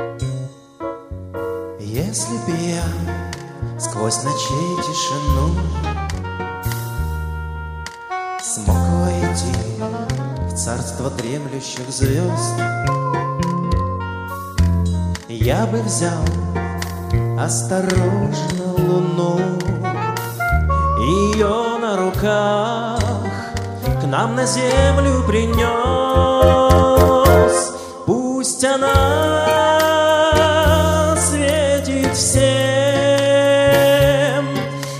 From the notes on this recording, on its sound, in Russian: Запись гала-концерта Всероссийского фестиваля эстрадных исполнителей ВОС "Вокал", который прошел в Казани в сентябре-октябре 2011 года.